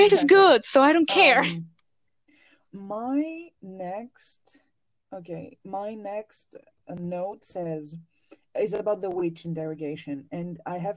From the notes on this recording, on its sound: Two non-english speakers who live across the ocean from each other. Sorry for all the awkward audio.